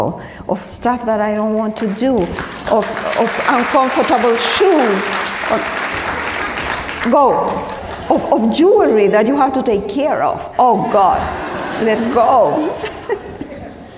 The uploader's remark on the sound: LIVE at the 92Y. Joined our host on stage before a live audience at NYC's 92Y.